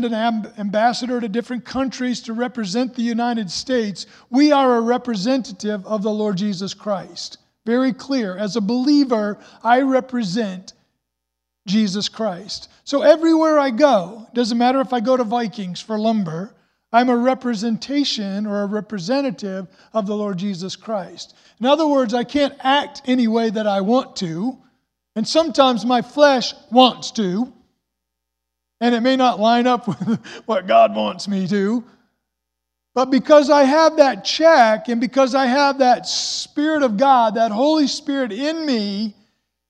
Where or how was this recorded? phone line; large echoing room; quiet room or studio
large echoing room